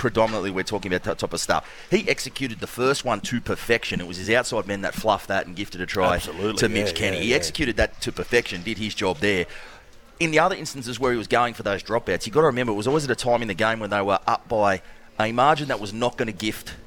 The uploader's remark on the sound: LIVE from Wollongong Golf Club